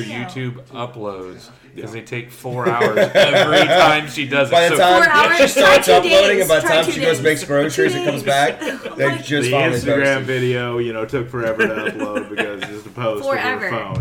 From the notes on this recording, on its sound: Live in Venice, Louisiana. At a media event in Venice, Louisiana.